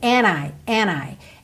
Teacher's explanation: esse D a gente quase não ouve, o que é muito comum. Então já posso juntar o and no I direto no N.